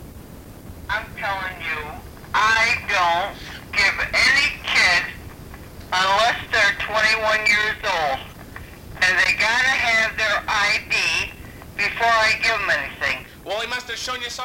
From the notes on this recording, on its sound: Prank Phone Calls